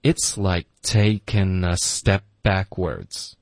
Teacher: step 的 t 我们浊化成一个 d 的音